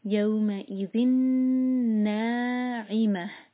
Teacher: تنوین کے بعد نون ادغام غنہ کے ساتھ نون کو ہولڈ کریں گے